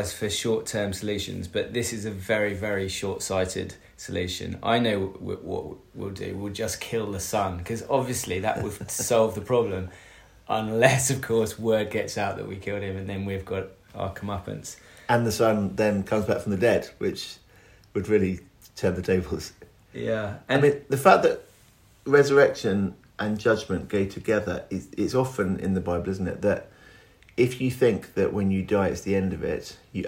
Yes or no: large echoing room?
no